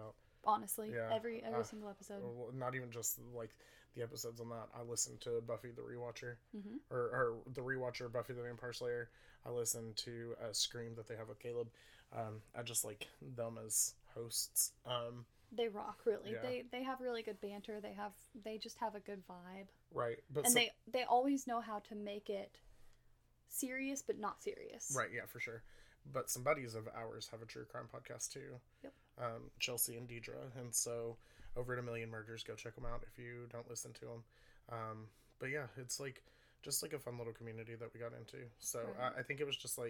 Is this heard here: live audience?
no